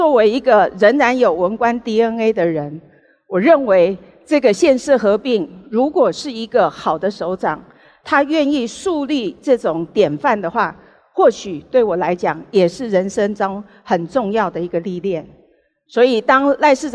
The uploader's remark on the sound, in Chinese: 本集節目取自【2023突破者知識跨年饗宴】現場錄音。